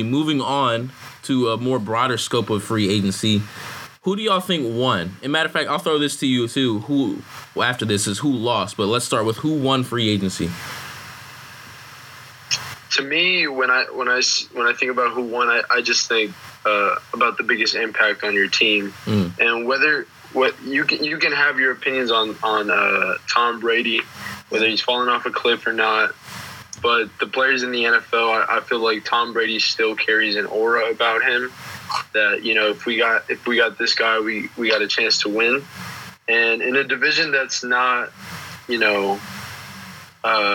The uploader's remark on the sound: Our apologies for the audio; we are still in the process of trying to figure out how to produce the best product possible from across the country!